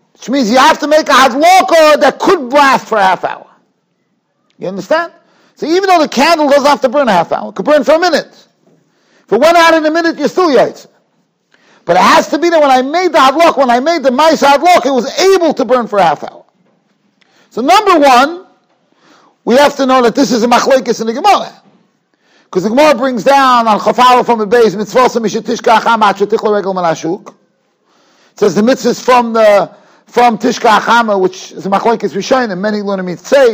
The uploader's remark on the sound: Shiur recorded in Yeshivas Ohr Reuven, Monsey, NY.